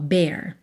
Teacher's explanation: Pensa numa vogal só, bear. Tá? Um E com acento agudo.